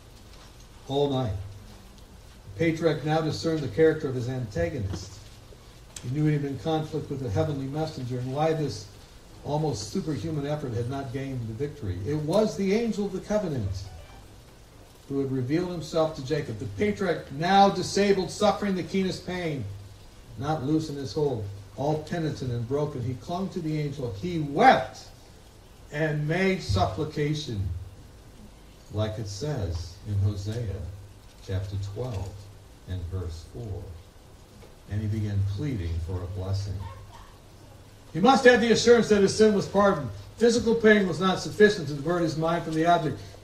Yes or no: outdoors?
yes